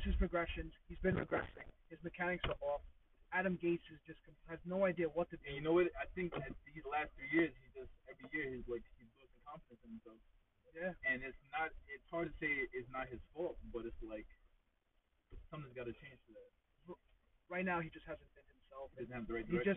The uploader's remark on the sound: Please excuse us for the audio we had an issue with the microphone and we advise you to turn up the volume when listening.